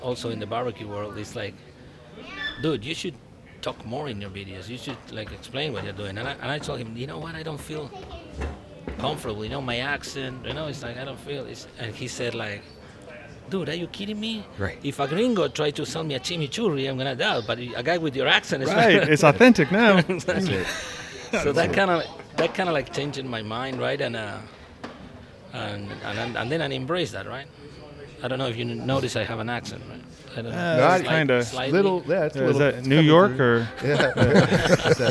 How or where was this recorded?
busy venue